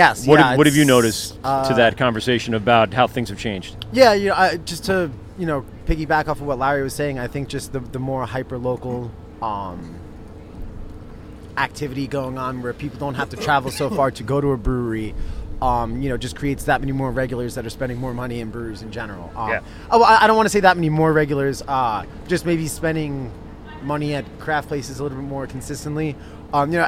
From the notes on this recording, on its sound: LIVE at Blue Point Cask Fest 2021. Unfortunately the gas generator kicks and they didn't get all the interviews they wanted.